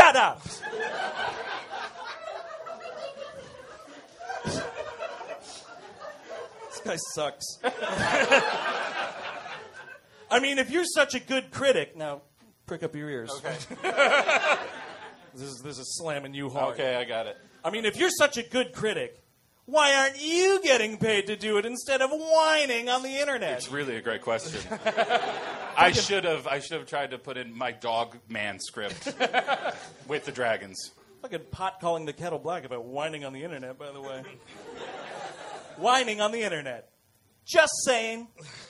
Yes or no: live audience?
yes